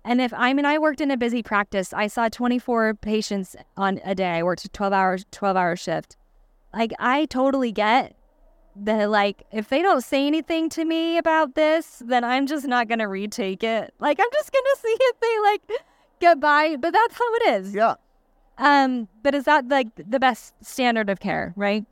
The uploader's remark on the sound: recorded during SmileCon in Orlando, Fla.